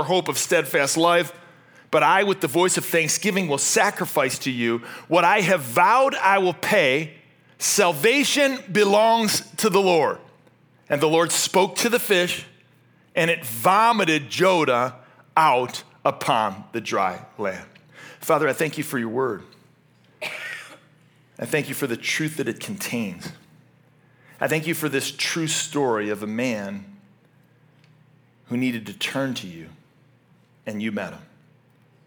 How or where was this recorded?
large echoing room